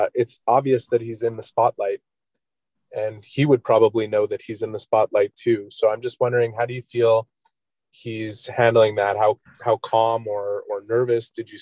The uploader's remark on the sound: BROSSARD, QC — The AHL Report team from Rocket Sports Media was on the media’s Zoom call for the first on-ice session of the Montreal Canadiens’ 2021 Rookie Camp.